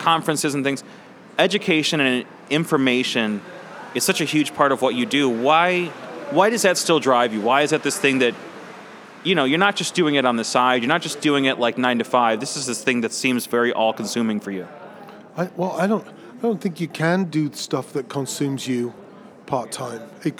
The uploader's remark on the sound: Recorded at SXSW 2016 on Monday, March 14th, for Chicago Inno, #ChicagoMade, and Dynasty Podcasts.